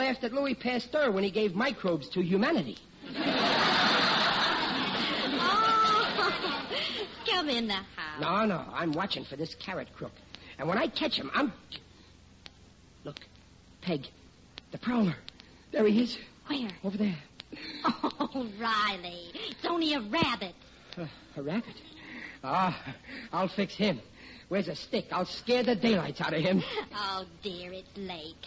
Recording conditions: live audience